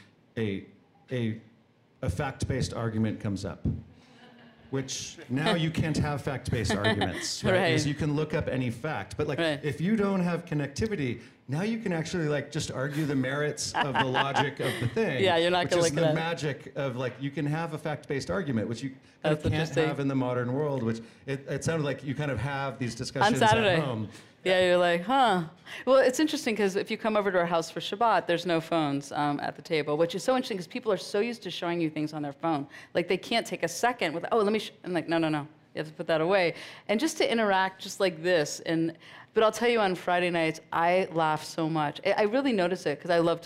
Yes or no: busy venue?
yes